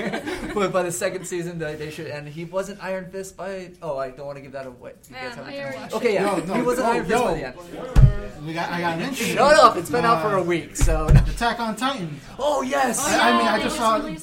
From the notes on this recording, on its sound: Kinda Geeky Live at TitanCon. This episode was record live at Titan Con.